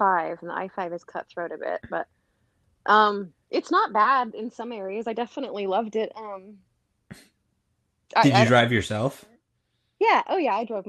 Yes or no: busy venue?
no